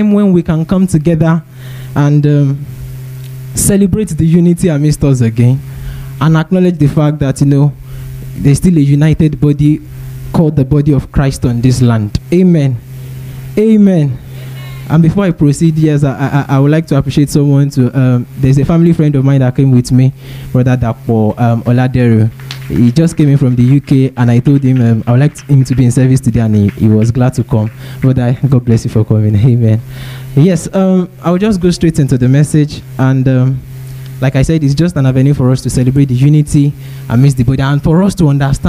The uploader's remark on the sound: Preached at TACSFON OAU in July 2010.